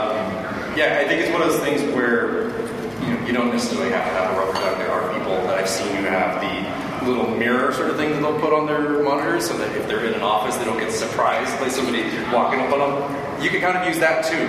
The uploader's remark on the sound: NB: we had no control over the recording process. The audio is not great.